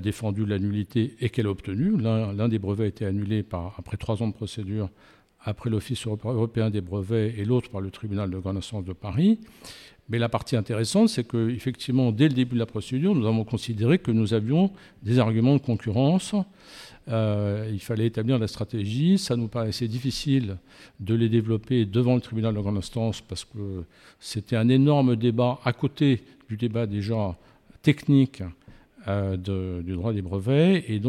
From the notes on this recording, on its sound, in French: Cet épisode a été enregistré en marge du colloque « 30 ans d'influence en droit de la propriété industrielle », tenu le 5 octobre 2023 à Paris.